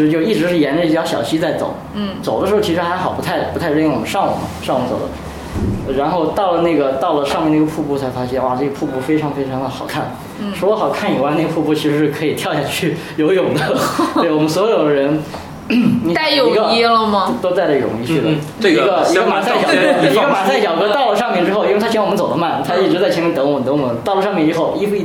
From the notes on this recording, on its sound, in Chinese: 本期节目为在张大妈办公区用录音笔录制，可能有街道上的杂音，请见谅。